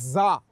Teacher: اس میں گویا کہ سیٹی کی آواز جاتی ہے زا. تو عظیم اور عظیم دونوں کی ادائیگی میں فرق ہے، ٹھیک ہے؟